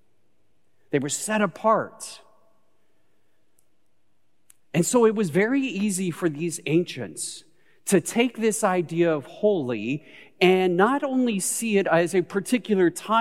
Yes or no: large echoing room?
yes